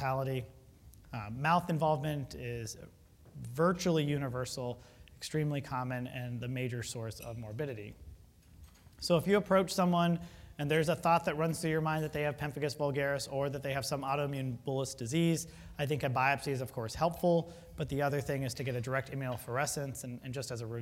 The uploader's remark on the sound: Was recorded at the 2013 Summer SDPA Conference in St.